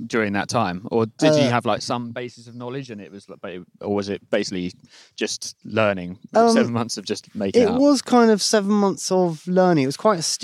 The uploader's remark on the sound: spends a day in the East Sussex countryside